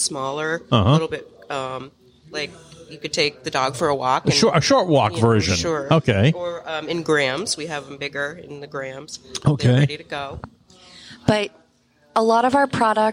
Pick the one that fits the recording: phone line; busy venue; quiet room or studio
busy venue